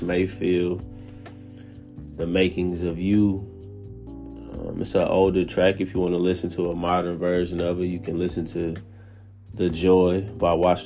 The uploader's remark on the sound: At 3:18 am Taiwan Time right off on the anchor app on the phone I recorded this episode purely from the heart.